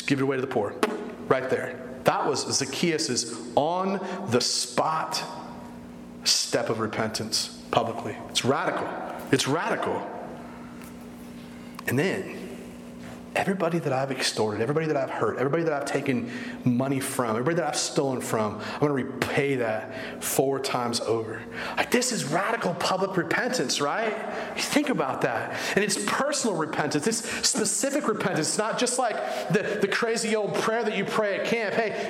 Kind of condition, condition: setting, large echoing room